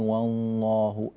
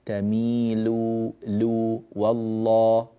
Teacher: القراءة في المجمل لا بأس بها ما شاء الله، والحروف فيها واضحة وفصيحة، يعني صفي اللام من الغنة، لا تقول مثلا والله، اللام فيها شيء من الغنة، تميلوا هكذا فيه شيء من الغنة، تميلوا والله، بهذه الطريقة.